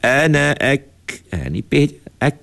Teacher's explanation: huruf kaf ni juga dia bersifat dengan sifat istifal. Artinya kena nipis.